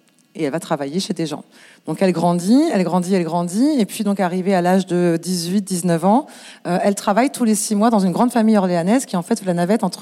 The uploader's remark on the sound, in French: Cet épisode a été enregistré en public. Cet enregistrement en public a été rendu possible grâce au soutien de L'Ascenseur , un collectif d'associations réunies sous un même toit pour oeuvrer à plus d'égalité des chances.